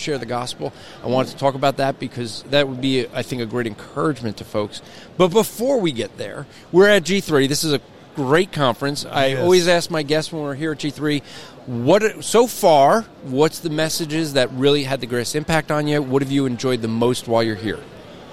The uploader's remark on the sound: gets some interviews at the G3 Conference